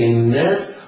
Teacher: انظر إلى اللام تجدها عارية من الضبط والنون بعدها مشددة مفتوحة. الناس الألف في كلمة الناس حكمها أنها تمد مدا طبيعيا بمقدار حركتين